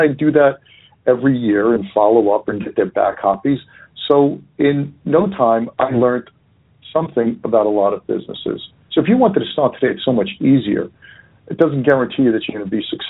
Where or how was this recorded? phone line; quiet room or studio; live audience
phone line